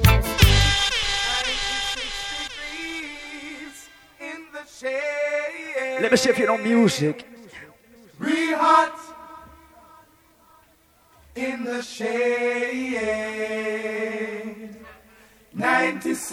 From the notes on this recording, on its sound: LIVE AT ISLAND SATURDAYS ON SEPT 17, 2016